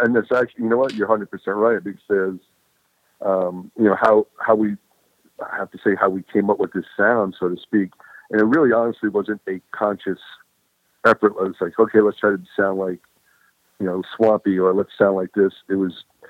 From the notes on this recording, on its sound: The guys called.